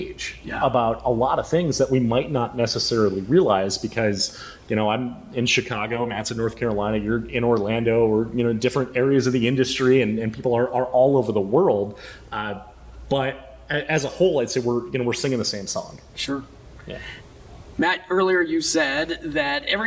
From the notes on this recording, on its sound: Flew to Orlando and recorded this special episode in the lobby of IAAPA’s World Headquarters.